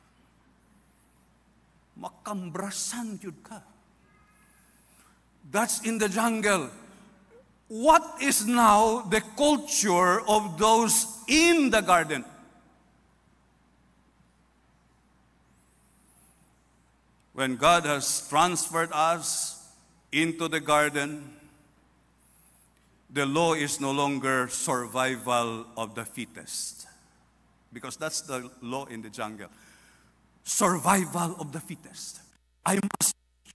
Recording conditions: large echoing room